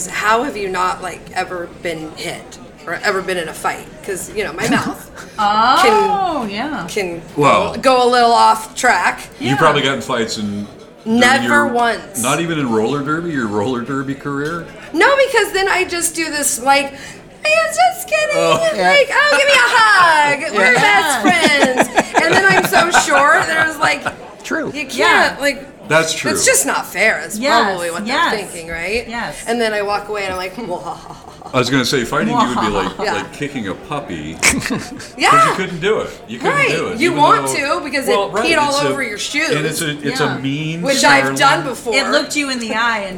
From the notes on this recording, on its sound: Coming To You Live From Suicide Sally’s